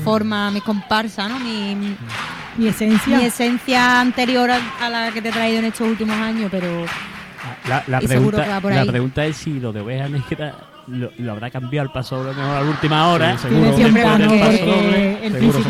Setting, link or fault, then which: setting, live audience